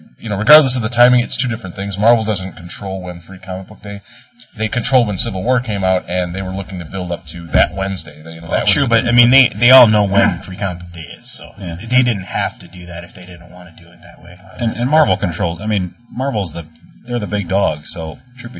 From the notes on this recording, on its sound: Around Comics begins recording at their new home Dark Tower Comics!